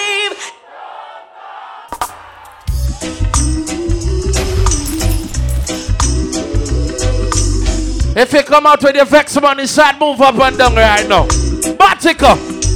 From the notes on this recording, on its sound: Live In Mary's Resort Bartica.